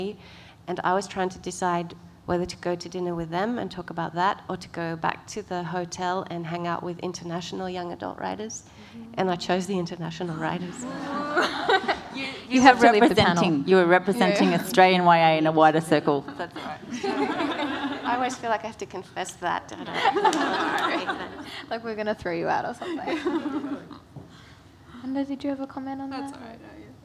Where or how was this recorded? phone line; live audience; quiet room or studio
live audience